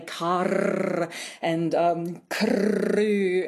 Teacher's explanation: they think people say car and crew and, you know, really roll their R's, trill their R's. And actually, that may be a feature of some older dialects, maybe some older regional dialects, but it's really not very common in contemporary speakers. · Term: rolling R